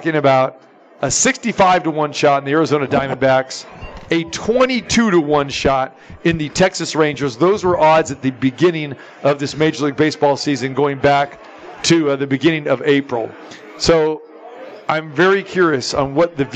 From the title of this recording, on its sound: Live from the Super Book at Westgate Las Vegas